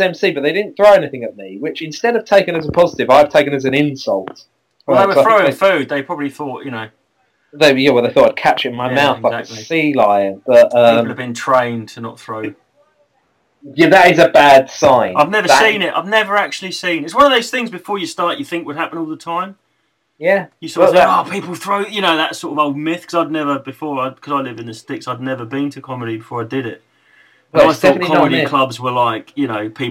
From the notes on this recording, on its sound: just two blokes talking and recording it very badly indeed